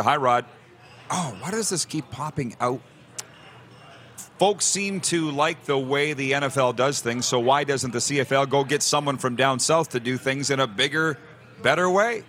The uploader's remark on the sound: Final day of LIVE Grey Cup Coverage from Ballers RecRoom in Regina!